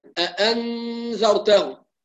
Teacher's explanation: فنسمع الإخفاء كأنه إظهار بغنة · Term: إلصاق اللسان بمخرج النون